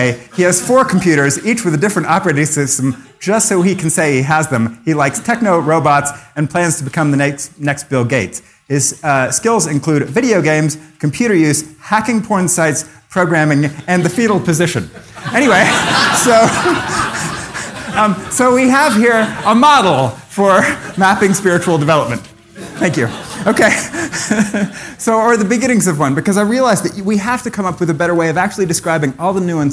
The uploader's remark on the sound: Taken from the Buddhist Geeks Conference 2012.